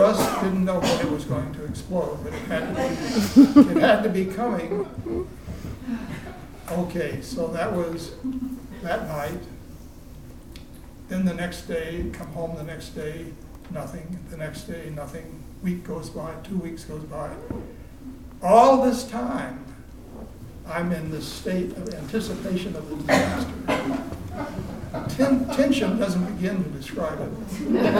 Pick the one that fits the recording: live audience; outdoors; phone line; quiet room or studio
live audience